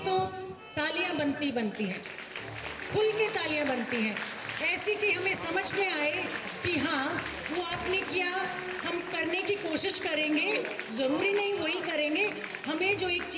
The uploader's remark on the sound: At the Bhiwani Children's Literature Festival 2020